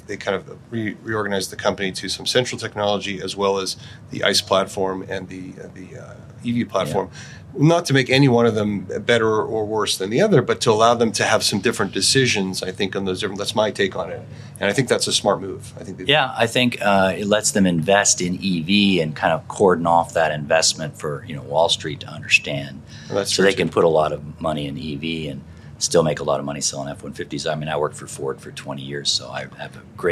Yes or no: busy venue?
yes